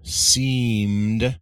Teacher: in the case of seemed, the mm is voiced. Right.